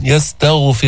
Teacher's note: وإذا قيل لهم تعالوا يستغفر، فخم الغين، الغين من أدنى الحلق